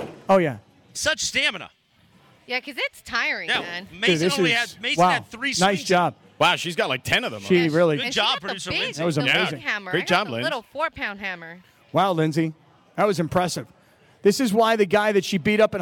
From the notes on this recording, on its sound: LIVE from the West Covina Sportsplex